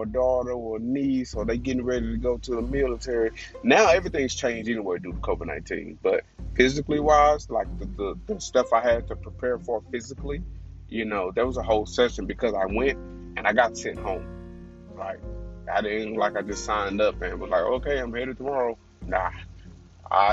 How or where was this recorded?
inside a vehicle